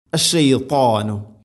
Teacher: ത ഉച്ചരിക്കുമ്പോൾ നാവിൻ്റെ മധ്യഭാഗം അണ്ണാക്കിലേക്ക് ചേർന്ന് നിൽക്കണം. · Term: ഇത്തുബാഖ